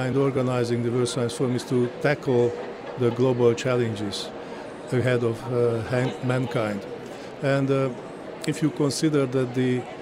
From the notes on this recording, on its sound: We continue our broadcast live from the Cape Town International Convention Centre where the Department of Science and Innovation is hosting the World Science Forum.